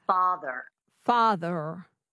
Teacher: the standard American accent, one of the defining features is definitely the rhotic R